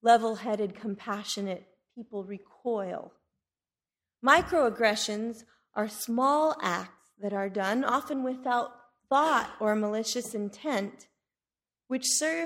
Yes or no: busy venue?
no